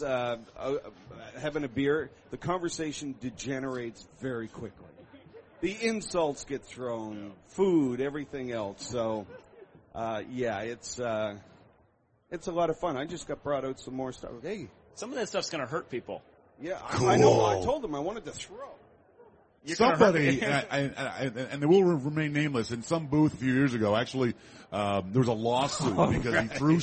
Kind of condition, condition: setting, busy venue